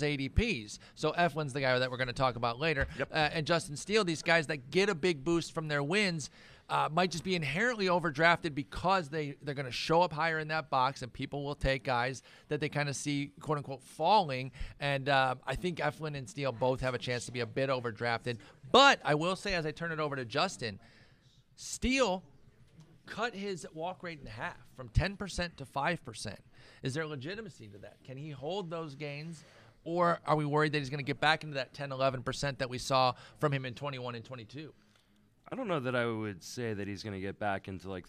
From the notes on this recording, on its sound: Live from the AFL 2023. Live from Arizona, the boys let it fly in the desert during the First Pitch Arizona conference. Joined by several special guests throughout the episode.